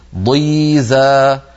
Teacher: مع كونها مكسورة بقيت الضاد صوتها قوي · Term: مستحق الإطباق